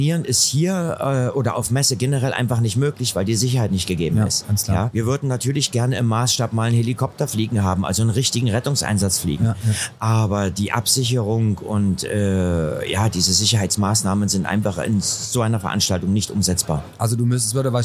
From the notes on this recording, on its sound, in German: Live von der Modell - Hobby - Spiel auf der Leipziger Messe. Waren wir mit unserem mobilen Airstream Studio zu Gast auf der Modell-Hobby-Spiel Messe in Leipzig und haben vor Ort verschiedene Podcast Episoden für unseren Sachsenlotto Podcast Channel produziert.